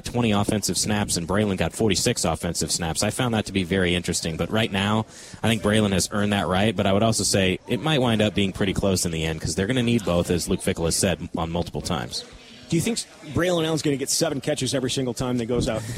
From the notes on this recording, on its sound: live at Monk's in Sun Prairie